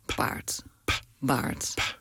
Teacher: Het verschil in uitspraak is heel klein. Dus allebei maak je door je lippen op elkaar te zitten, de lucht even in je mond te laten stromen, dan je lippen los te maken en dan ontstaat er een plofje